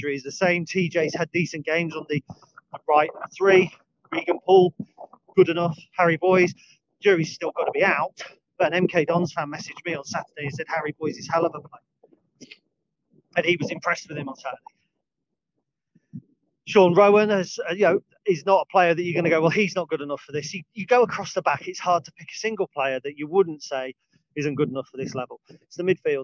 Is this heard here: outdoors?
yes